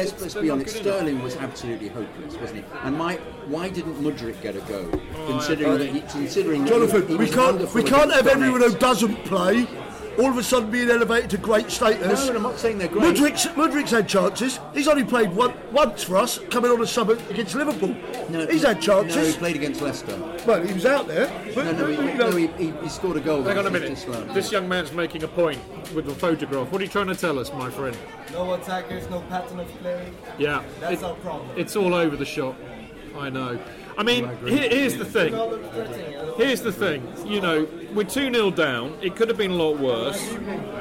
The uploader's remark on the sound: a special FanCast live from the Chelsea Pensioner